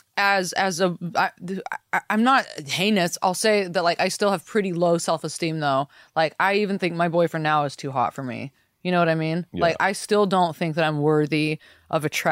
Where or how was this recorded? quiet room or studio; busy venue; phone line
quiet room or studio